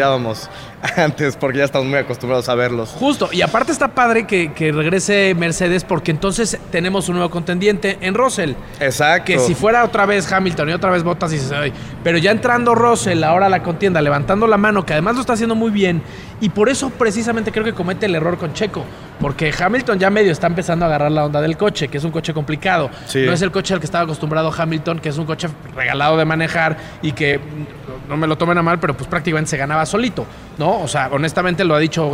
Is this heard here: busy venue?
yes